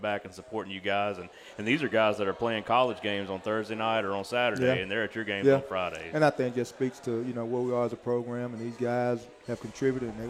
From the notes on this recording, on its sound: live from Walk-On's